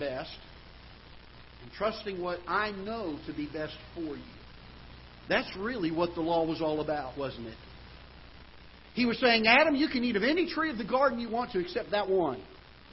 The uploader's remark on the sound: Ketha Heights Baptist Church ~ Live Broadcast